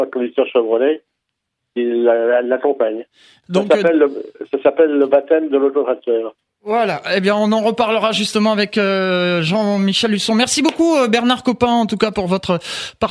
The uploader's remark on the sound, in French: Fondateur du Chemin de Fer de la Vallée de l'Eure (par téléphone).